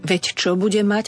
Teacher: vzhľadom na to, že čo je neznelá spoluhláska, d na konci slova veď sa mení na ť